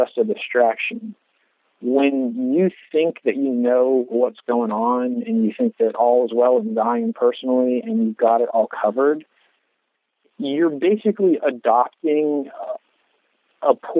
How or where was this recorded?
phone line